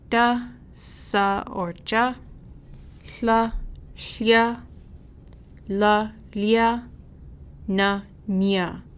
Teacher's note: Basically, with strong I's, if the strong I is immediately followed by any of these following letters, da, la, la, na, then those letters get changed. Da changes either to sa or cha. La gets changed to lia. · Term: palatalization